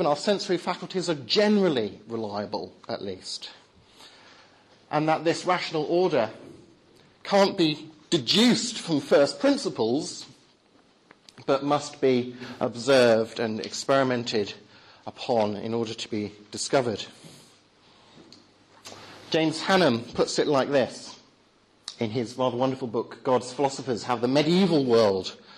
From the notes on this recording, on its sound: Talk at the Reasonable Faith? Course, Highfield Church, Southampton, October 2010.